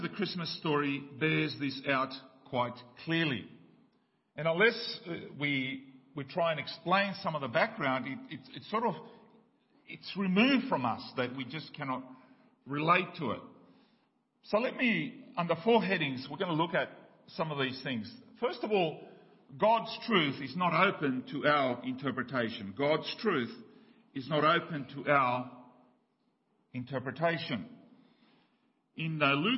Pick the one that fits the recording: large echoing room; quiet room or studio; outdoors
large echoing room